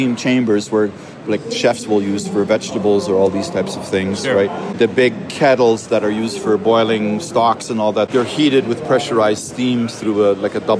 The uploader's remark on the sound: Baking With Steam at iba 2023. Directly from the show floor.